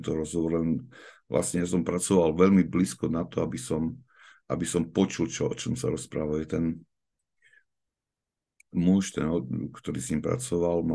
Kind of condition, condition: link, video call